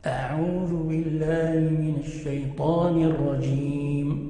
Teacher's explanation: الهمزة شديدة مجهورة منضغطة رقيقة